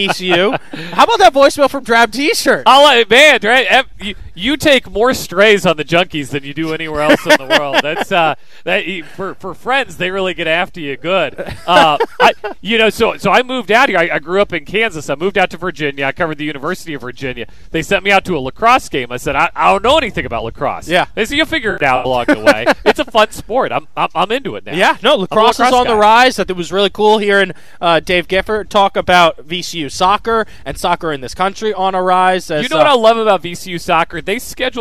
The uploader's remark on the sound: As we launch The Sports App live from campus. Live from VCU campus.